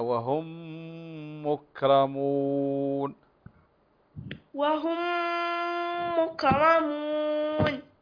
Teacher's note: الميم مشددة هنا لأنه إدغام مثلين صغير